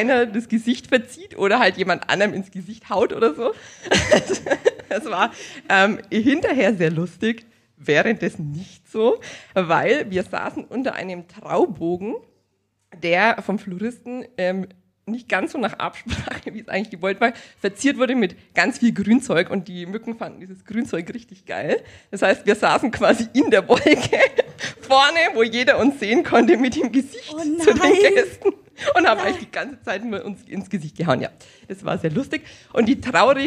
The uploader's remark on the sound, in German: Live im Afterwork in Nürnberg von podYou aufgezeichnet. Ein Live Podcast Event, das von der Podcast Brause jeden ersten Mittwoch im Monat veranstaltet wird. Unser Live Publikum hat am Ende der Folge, und das ist das besondere an dieser Aufzeichnung, Tipps für Hochzeitspaare.